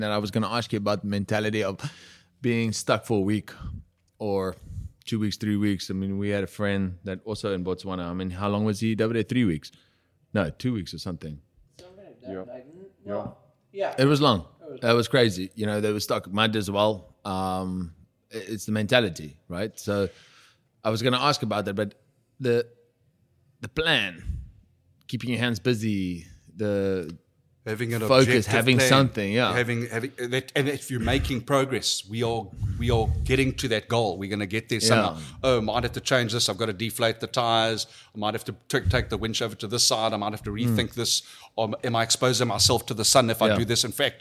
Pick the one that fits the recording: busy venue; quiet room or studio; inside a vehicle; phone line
busy venue